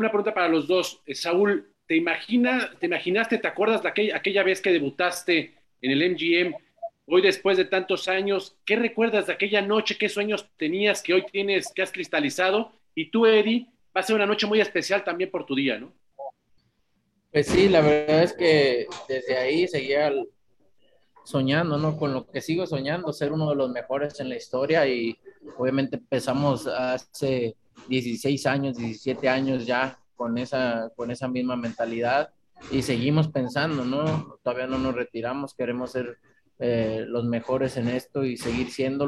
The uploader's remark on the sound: Will hold a Zoom conference call.